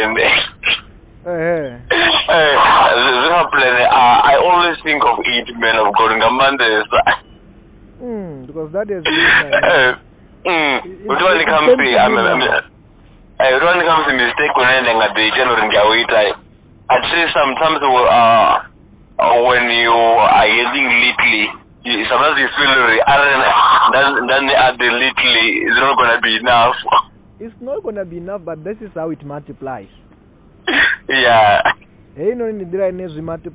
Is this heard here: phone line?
yes